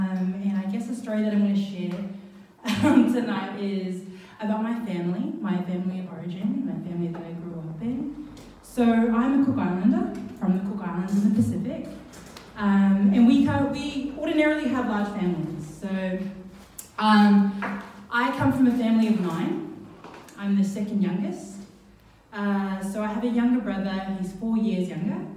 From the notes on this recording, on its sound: Recorded live at BackDock Arts. The Story Chunder is a regulare event at Brisbane's BackDock Arts where storytellers share unbelievably true stories from their lives.